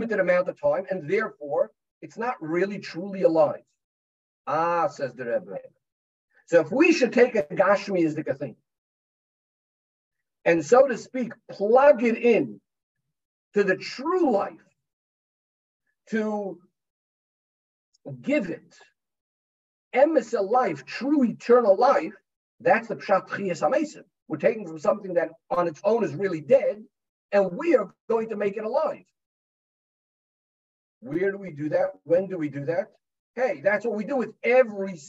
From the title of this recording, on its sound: Pre Yud Shvat Zoom Farbrengen